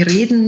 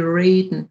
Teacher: da wird ein sogenanntes retroflexes R produziert. Das heißt, das R klingt dort wie ein amerikanisches R. · Shown in: second take